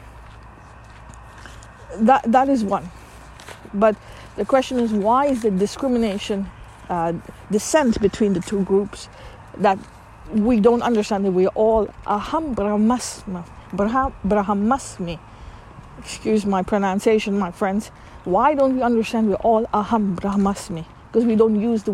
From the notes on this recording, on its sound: I am taking a walk. Please excuse the noise you hear of the cars passing.